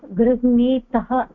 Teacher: दीर्घ आकारस्य स्थाने दीर्घ ईकारः भूत्वा गृह्णीतः इति भवति